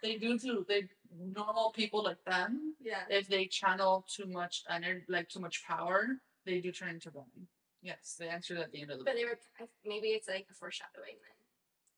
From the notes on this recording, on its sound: I just want to apologize for this episodes, audio quality. It was not how I anticipated it to sound. To be completely honest, I am still learning how to work these wireless mics. I think we’re gonna have to go back to the original mics because the sound quality is much better.